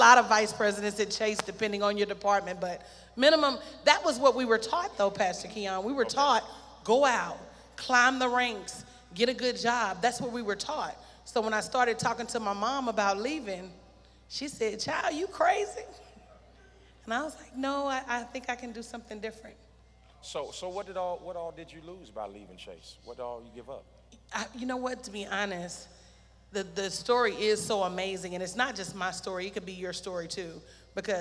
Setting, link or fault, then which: setting, large echoing room